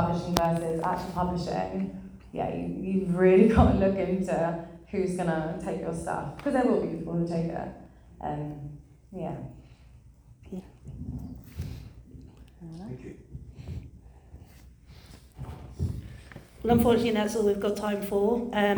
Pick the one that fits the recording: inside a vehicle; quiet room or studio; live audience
live audience